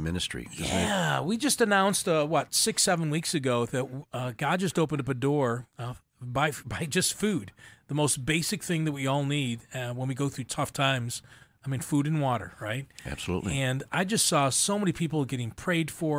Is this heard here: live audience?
no